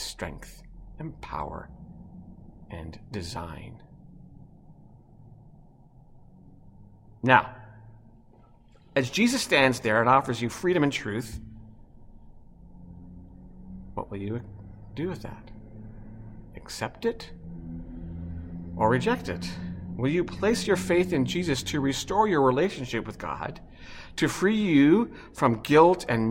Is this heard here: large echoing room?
yes